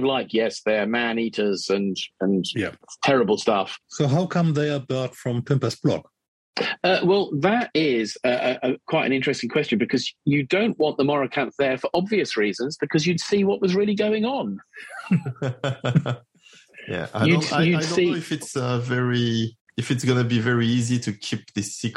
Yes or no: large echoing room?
no